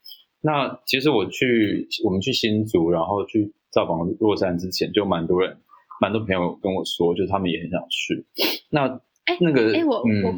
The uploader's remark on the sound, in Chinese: 採用雲端錄音，音質與設備較不理想